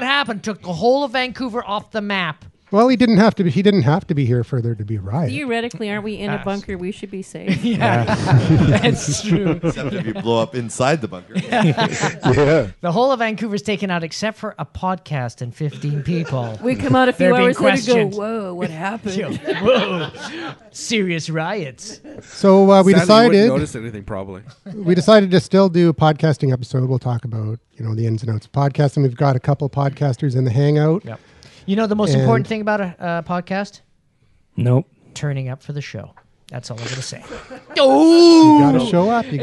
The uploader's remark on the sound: The Bunker Project is recorded with a live interactive studio audience. A show in person in downtown Vancouver.